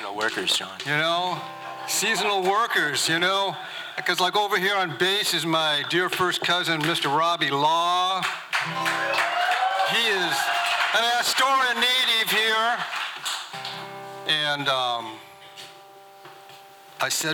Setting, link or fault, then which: setting, busy venue